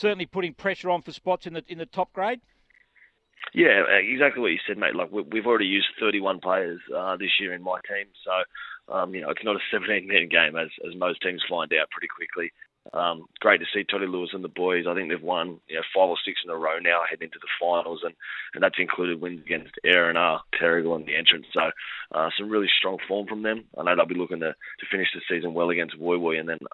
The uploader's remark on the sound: jumps on the line